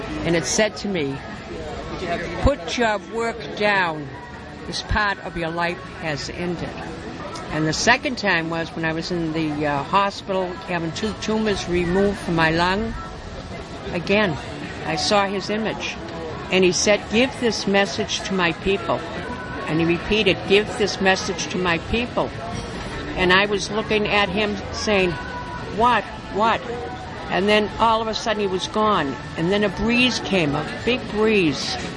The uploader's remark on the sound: Goes trolling with his tape recorder on the sidewalks of Provincetown, Massachusetts.